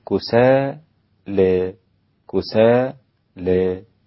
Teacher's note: والتقليل في الألف الثانية وليست في الأولى، ما أقولش كسي أقول كسالى كسالى هكذا، إنما هذا التقليل كسالى كسالى هذه الإمالة، كسالى هذا التقليل، كسالى هذا الفتح، لكن الألف الأولى ليس لها علاقة بالتقليل ولا الإمالة.